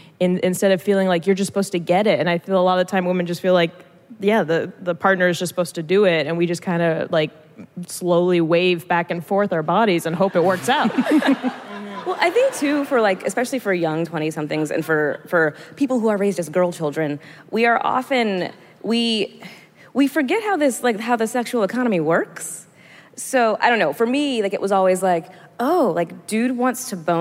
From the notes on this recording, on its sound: Live from the Werk It Women's Podcast Festival at the Ace Hotel in downtown LA